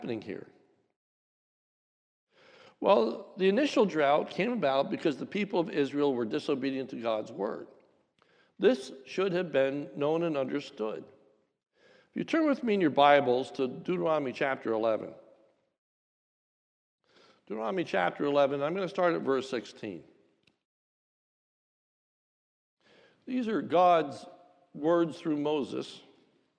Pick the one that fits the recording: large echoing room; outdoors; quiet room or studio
large echoing room